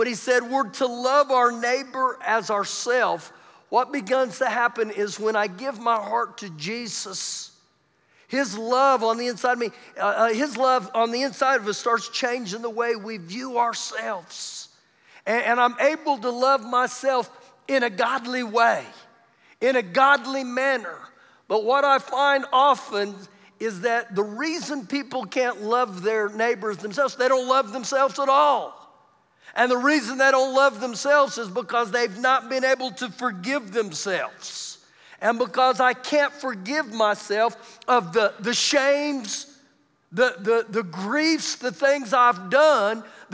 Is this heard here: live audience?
yes